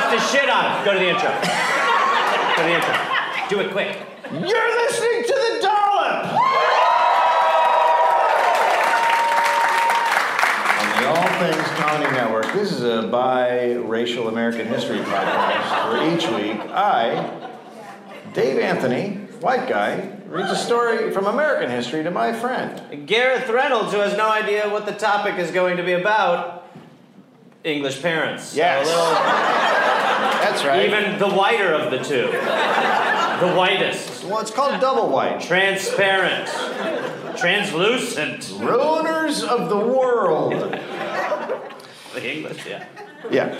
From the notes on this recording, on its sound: Recorded live in Las Vegas.